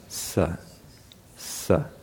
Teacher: So whereas Sanskrit has three S's, a sa, a sha, and a sha, and they're all written differently, Pali has a single S, sa, which is sort of, you'll hear me pronouncing it something in between sa and sha